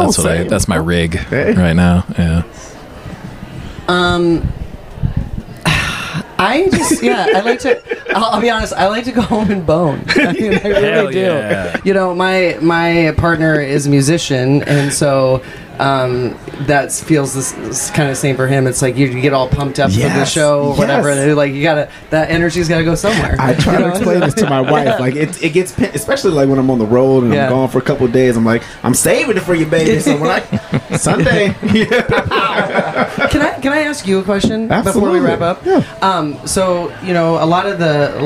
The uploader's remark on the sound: Comedians/ performers talk right BEFORE taking the stage to perform. This episode was recorded Aug 25, 2023 | 30 minutes before a show at Mason City Brewing (Mason City, IA).